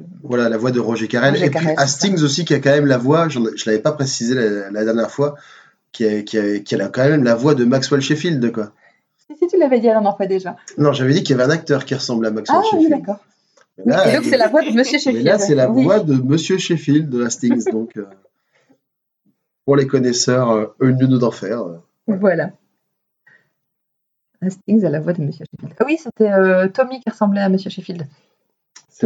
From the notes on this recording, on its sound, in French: Nous vous présentons toutes nos excuses pour la qualité du son sur cet épisode !